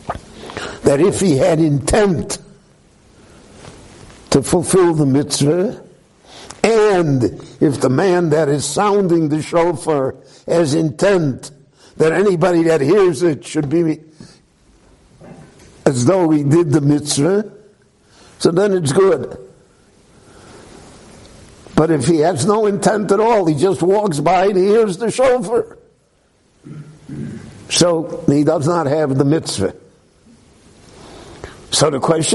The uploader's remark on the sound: This lecture was recorded live at Beit Knesset HaNassi in Jerusalem.